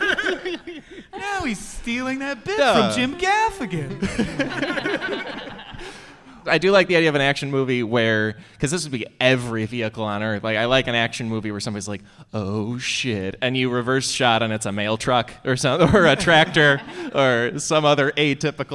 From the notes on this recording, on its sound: joined live in New York at the Now Hear This podcast festival